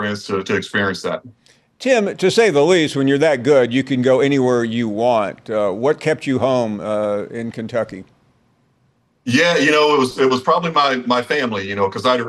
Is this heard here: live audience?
no